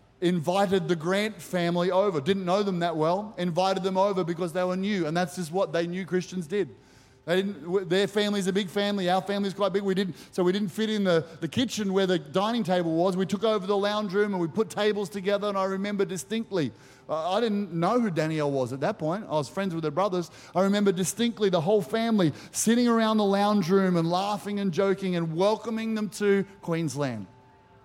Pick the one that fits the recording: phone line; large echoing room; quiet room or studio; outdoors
large echoing room